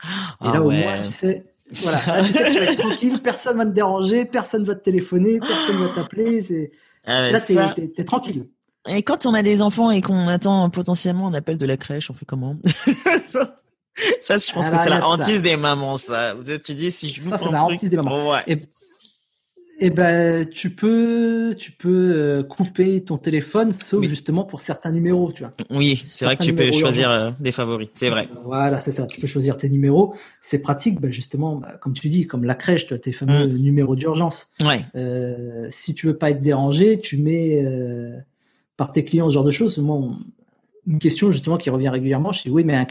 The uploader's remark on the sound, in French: Épisode enregistré à distance.